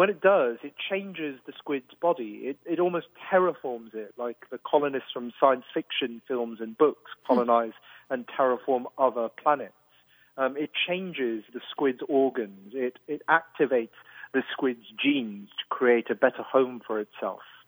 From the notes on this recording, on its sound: full phone interview